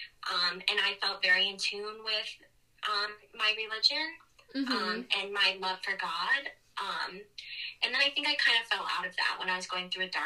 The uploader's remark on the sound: on the phone